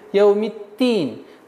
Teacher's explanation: Итого получается у нас яу миддин. Нужно немножко давить, так как при отсутствии давления на местонахождение буквы даль получится т.